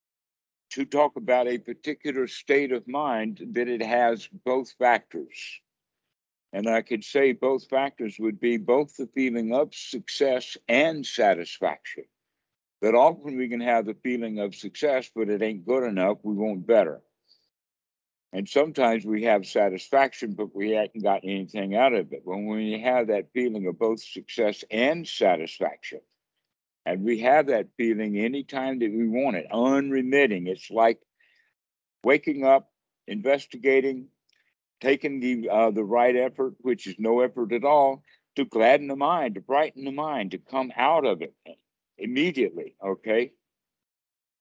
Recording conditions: video call